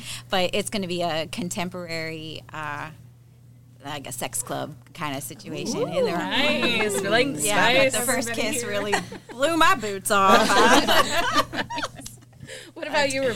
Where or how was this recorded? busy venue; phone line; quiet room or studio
busy venue